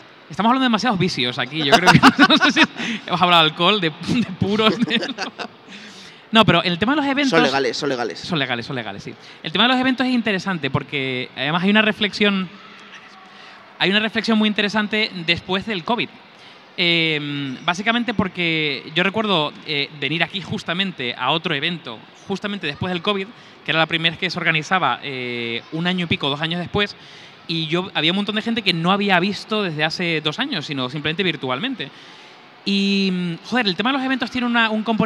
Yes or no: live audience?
yes